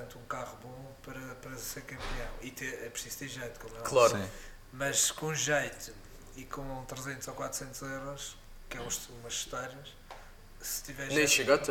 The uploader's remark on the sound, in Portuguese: Diretamente do Rali Vinho Madeira